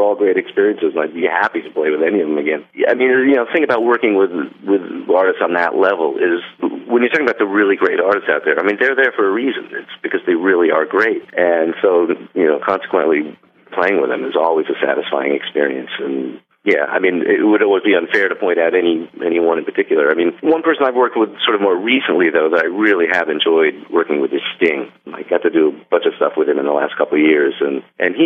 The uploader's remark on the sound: called in to that cozy radio studio